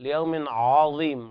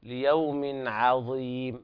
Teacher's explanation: عظيم لا بد من ترقيق العين · Shown in: second take · لأنها بعدها حرف الضاء، والضاء من حروف التفخيم، فنقول لا تقل ليوم عظيم لا، الصواب ليوم عظيم ترقيق العين.